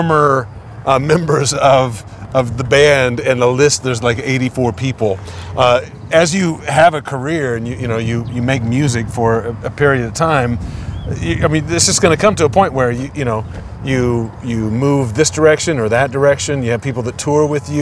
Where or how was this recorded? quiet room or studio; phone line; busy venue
busy venue